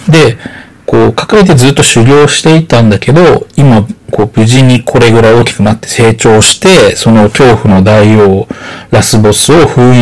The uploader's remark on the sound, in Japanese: ベロベロの状態で録音したせいか、音質が悪いです。すみません。